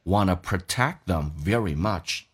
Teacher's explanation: Protect 这个单词呢 K 可以不用发音，两个辅音在一起只用发后面一个，然后气流阻塞，因为去掉这个 K 叫 protect, protect.那么加速的时候这个 T 也可以不用发